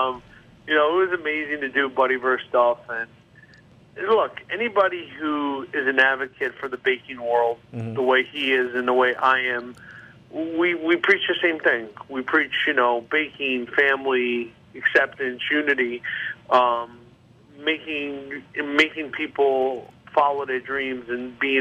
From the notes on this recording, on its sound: hop on the phone with celebrity baker